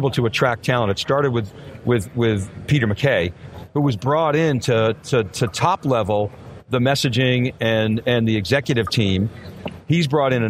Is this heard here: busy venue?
yes